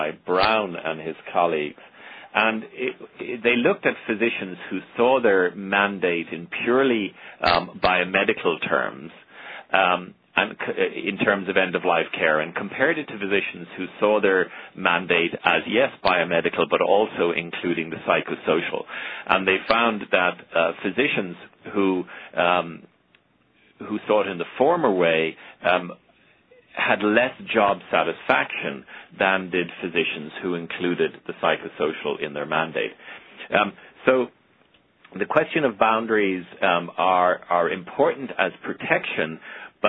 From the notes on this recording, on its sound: April 2009 Author in the Room® Teleconference